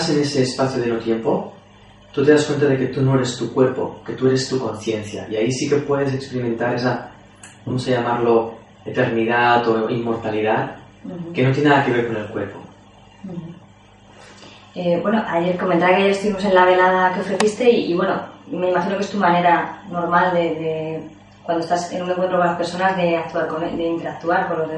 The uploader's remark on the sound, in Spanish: Desafortunadamente el audio y la imagen de la entrevista no son de gran calidad.